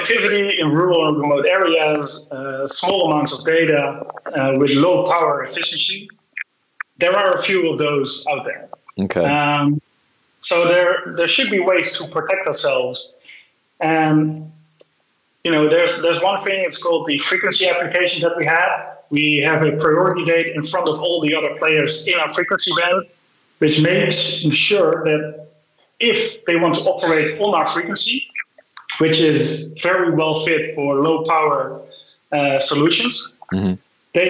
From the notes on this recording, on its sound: Who's based in Amsterdam, via a Skype call.